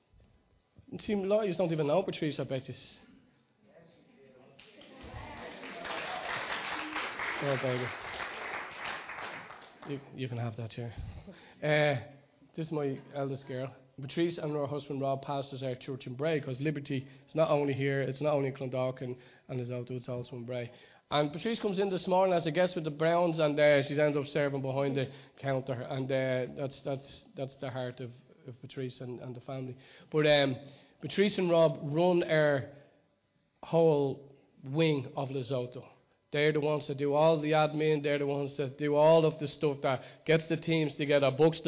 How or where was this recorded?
large echoing room